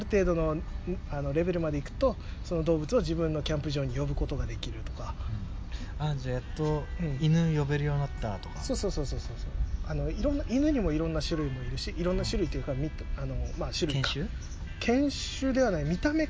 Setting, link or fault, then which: setting, outdoors